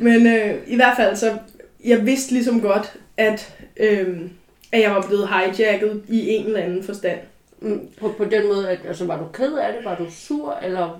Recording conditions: poor sound quality